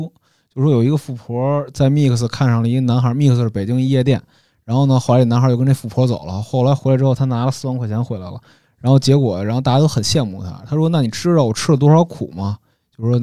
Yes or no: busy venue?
no